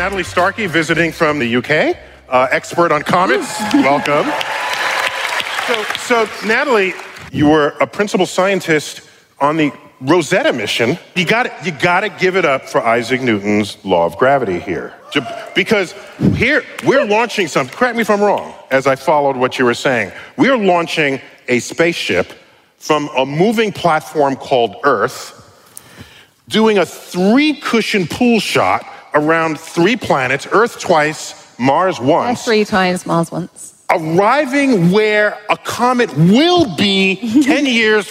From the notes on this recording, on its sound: Recorded live at the Beacon Theatre in NYC.